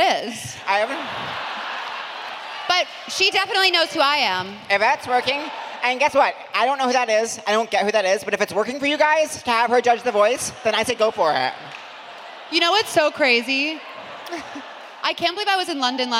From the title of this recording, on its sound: Seek Treatment Live: London